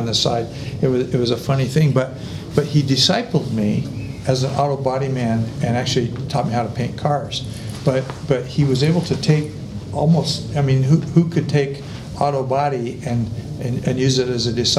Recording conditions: live audience